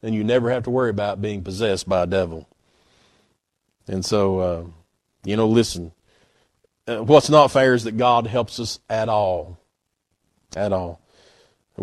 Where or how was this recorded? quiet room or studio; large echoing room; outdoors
large echoing room